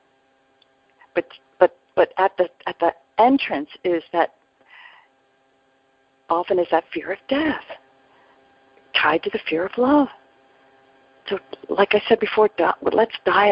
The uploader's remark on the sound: ACIM Daily TEXT Conference Call.